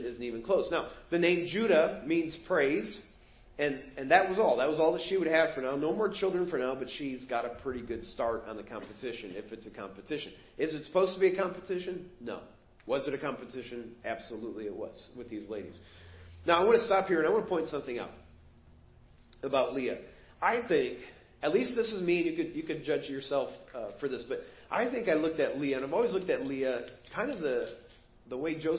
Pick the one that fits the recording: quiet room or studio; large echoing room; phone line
large echoing room